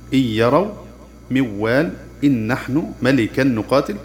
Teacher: وأما الإدغام بغنة فحروفه ينمو، وأمثلته: إن يروا فمن يعمل، إن نحن من نعمة من مسد، وهكذا. التطبيق: ندغم النون الساكنة والتنوين في الحرف المتحرك بعدها مع تشديده